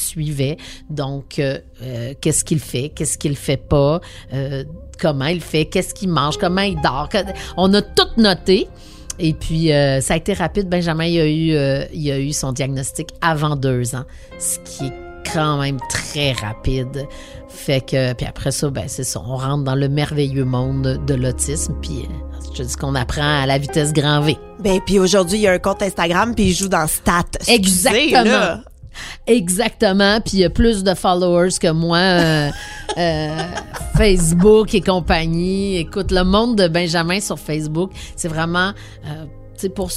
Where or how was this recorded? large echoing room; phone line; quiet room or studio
quiet room or studio